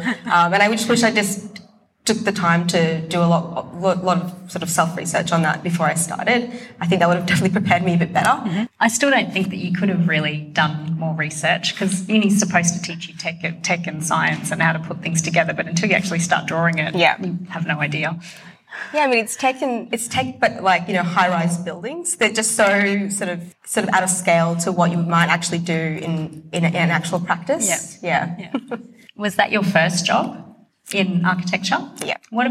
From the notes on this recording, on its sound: Brisbane Autumn 2021. Live recordings from our much loved Seasonal Salon series.